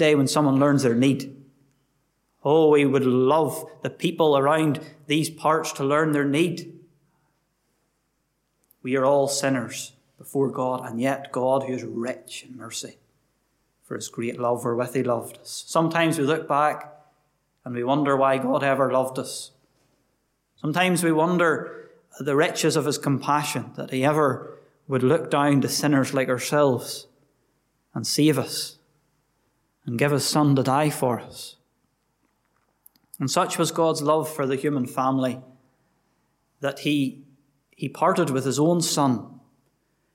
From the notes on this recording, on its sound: Gospel Audio from Ballyclare Gospel Hall